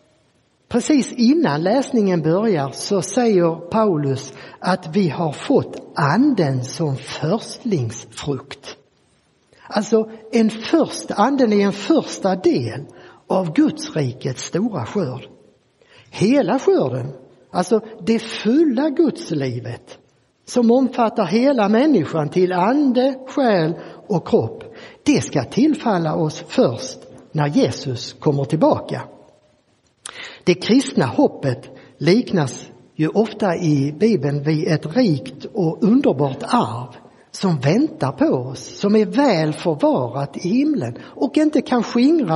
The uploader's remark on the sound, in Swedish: Inspelad i Roseniuskyrkan den 14 maj 2023.